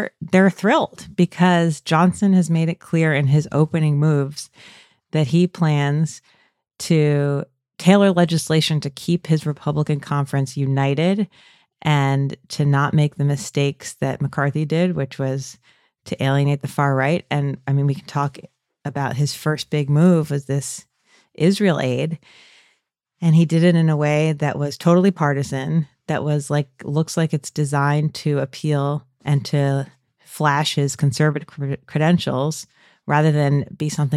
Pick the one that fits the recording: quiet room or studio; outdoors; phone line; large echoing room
quiet room or studio